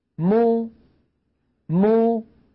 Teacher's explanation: ألاحظ يا إخوة ما، الشفتان ابتعدتا والفكان أيضا ابتعدا ما، بينما لو كانت الميم مضمومة أيضا تبتعد الشفتان عن بعضهما، ويصاحب ذلك مخرج أم الضمة وهي الواو